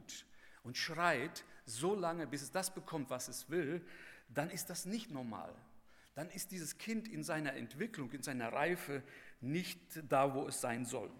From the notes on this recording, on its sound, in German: bei der Eröffnungsandacht des Bibelseminar Bonn